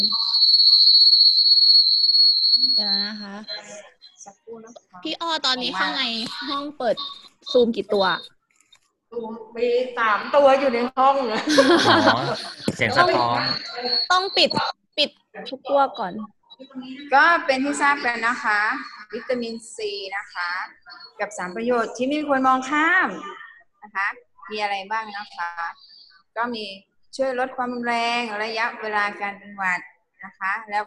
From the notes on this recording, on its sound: ZOOM Meeting